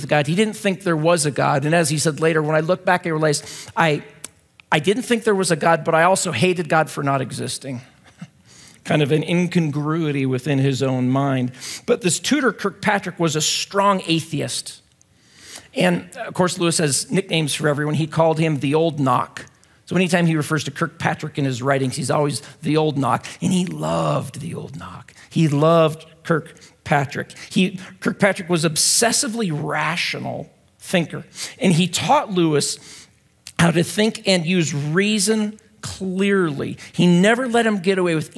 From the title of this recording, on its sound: at Timberline Church